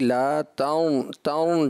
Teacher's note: اس میں ایسا لگا ناک میں آواز چلی گئی، لا تون تون جو نہ ہو گیا.